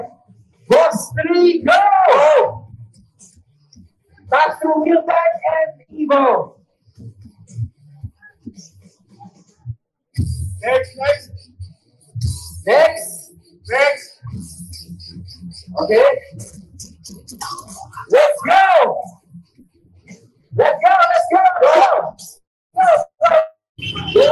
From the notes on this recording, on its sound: Tunay na Rider records live from the Boss Ironman Motorcycle Challenge 2023 at the New Clark City in Tarlac! Some 1,800 riders tackle a 1,200-kilometer route for 24 hours up North.